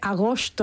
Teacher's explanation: Pensemos que hay gente que dice agosto, ¿no? Con una S muy, muy atrasada